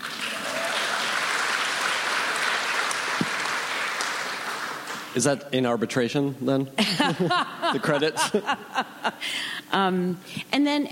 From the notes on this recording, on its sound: Recorded June 5, 2015 at ATX Television Festival.